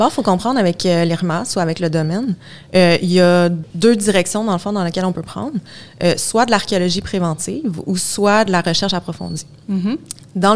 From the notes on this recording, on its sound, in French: Enregistré pendant La Nuit des Chercheuses et des Chercheurs 2022 qui s'est déroulé au Jardin botanique. Dans cet épisode spécial, enregistré pendant La Nuit des Chercheuses et des Chercheurs 2022 qui s'est déroulé au Jardin botanique.